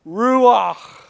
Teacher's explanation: it has a guttural sound, kind of like the German Achtung